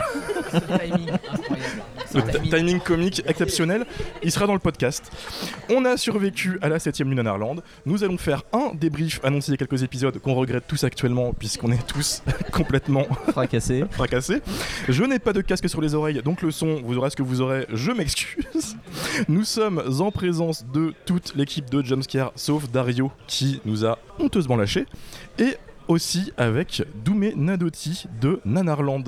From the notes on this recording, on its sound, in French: Ce podcast a été enregistré dans les conditions du direct autour d'un café, le son est donc vraiment pas ouf. Voyez ça comme de l'ASMR préparation de cappuccino.